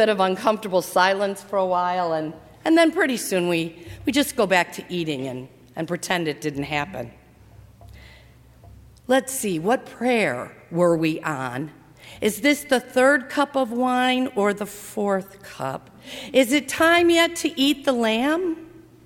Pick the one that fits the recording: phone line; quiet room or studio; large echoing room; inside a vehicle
large echoing room